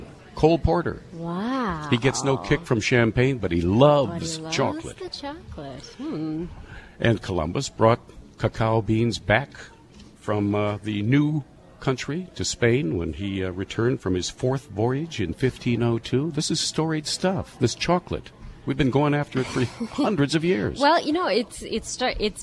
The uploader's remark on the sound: On Location at Nicole's Fine Pastry